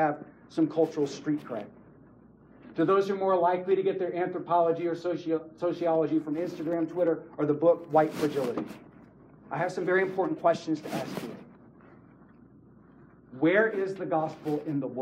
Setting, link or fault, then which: setting, live audience